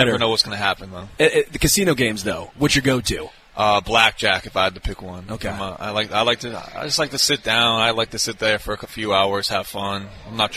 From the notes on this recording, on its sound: LIVE from Hollywood Casino!